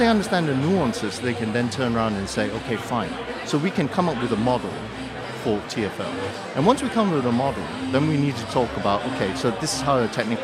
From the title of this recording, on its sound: Live from Fintech Talents Festival